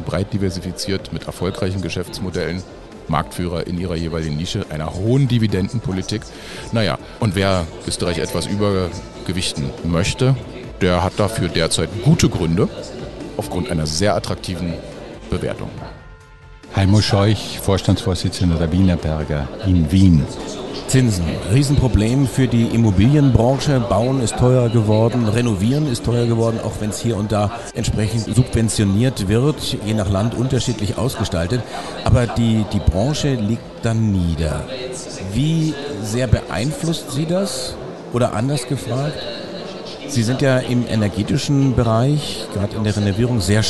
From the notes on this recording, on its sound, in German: Live von der Gewinnmesse. Hier haben wir im 30-Minutentakt die Top-Manager der wichtigsten Unternehmen Österreichs getroffen und an Börsenradio Mikrofon geholt.